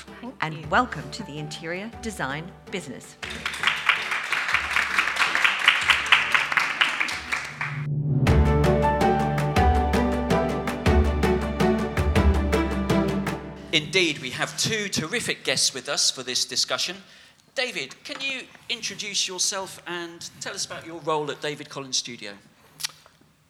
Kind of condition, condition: setting, live audience